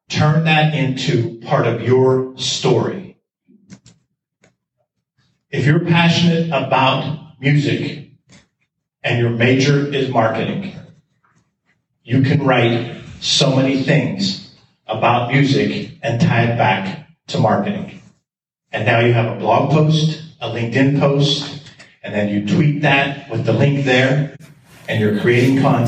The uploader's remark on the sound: Today’s show features an excerpt live from a presentation at his alma mater. Hosted at the Kovalchik Convention Center, the event was attended by hundreds of IUP juniors and seniors.